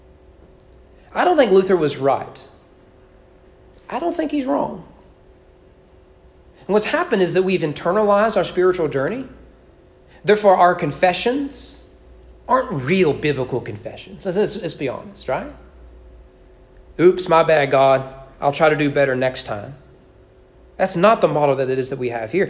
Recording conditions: large echoing room